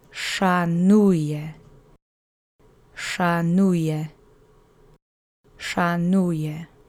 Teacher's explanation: You'll need your duck face for this to make the sh sound, and the accent is on the middle syllable.